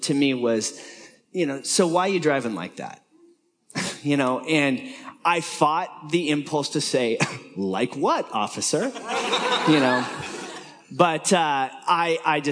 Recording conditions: live audience